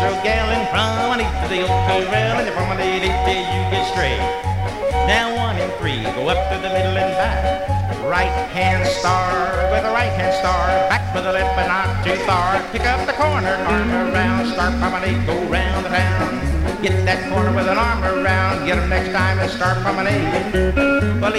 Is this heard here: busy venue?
yes